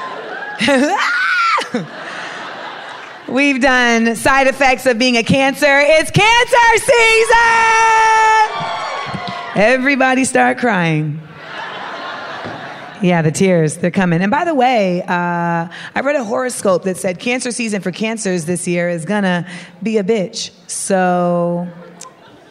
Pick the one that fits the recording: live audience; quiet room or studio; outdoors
live audience